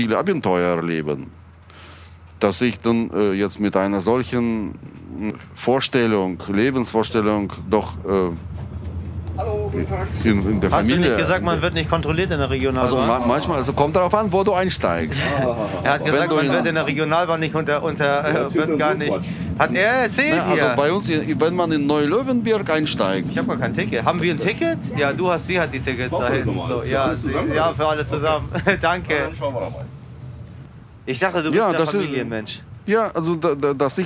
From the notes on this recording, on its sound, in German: Die nicht im ICE, sondern in einer Regionalbahn aufgezeichnet wurde. Auf der Fahrt von Berlin-Gesundbrunnen nach Löwenberg.